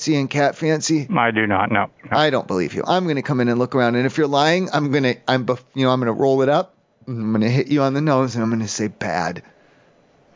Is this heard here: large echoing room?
no